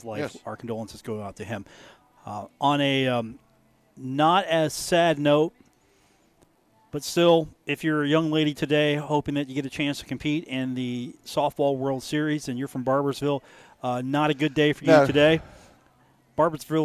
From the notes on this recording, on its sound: Today from The Union Pub and Grill in Downtown Huntington